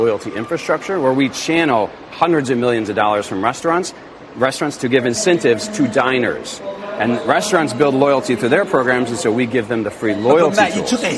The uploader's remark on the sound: from Art Bird in Grand Central Station